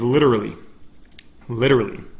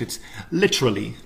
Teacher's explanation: The T is actually a T, right? Instead of in American English where we turn those T's into D's · Shown in: first take